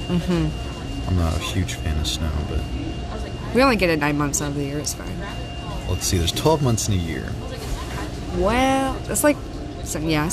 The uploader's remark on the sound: it's the first episode done in a public setting, and it doesn't sound that bad!